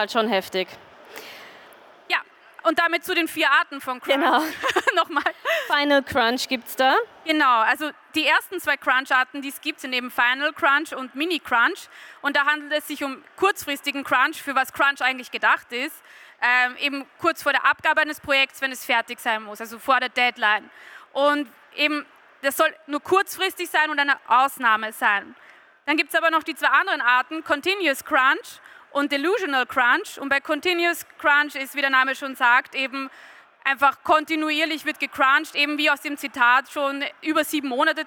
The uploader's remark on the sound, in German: Live von der VIECC. Live von der Vienna Comic Con.